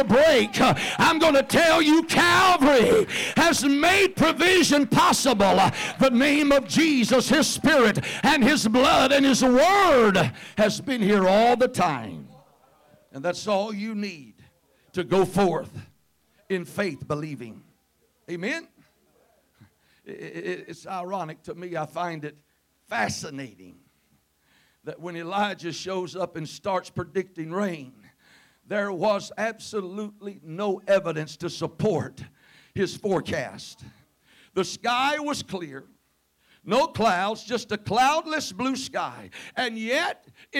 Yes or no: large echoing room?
yes